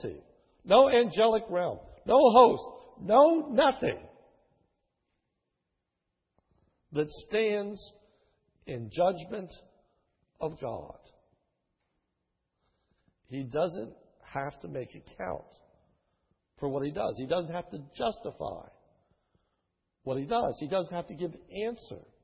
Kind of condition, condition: setting, large echoing room